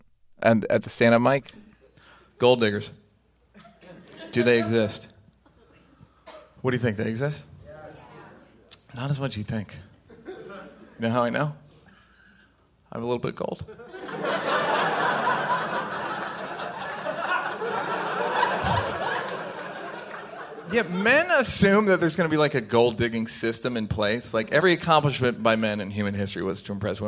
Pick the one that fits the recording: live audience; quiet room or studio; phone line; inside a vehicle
live audience